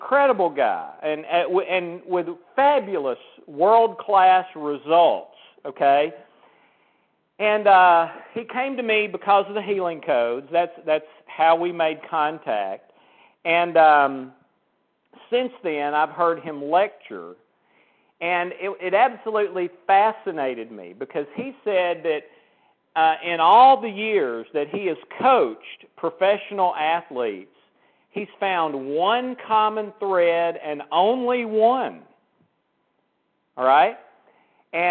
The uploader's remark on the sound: Please forgive the inferior sound quality, as this was a recorded conference call.